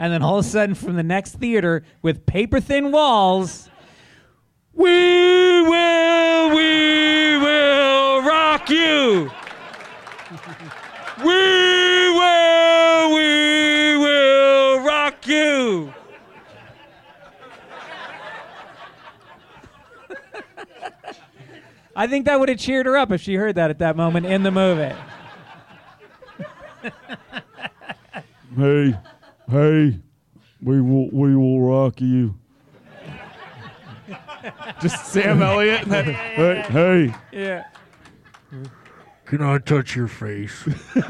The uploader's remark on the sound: Live from Zanies Comedy Club in Rosemont